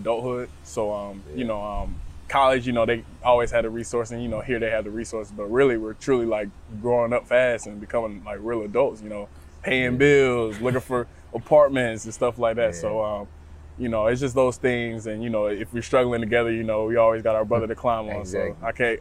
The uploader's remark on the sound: outside of the NovaCare Complex at training camp